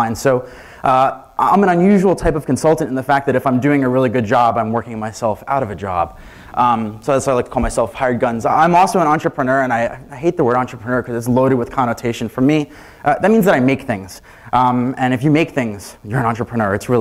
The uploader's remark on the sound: Keynote from "Queen City Merge" conference (full recording, unedited)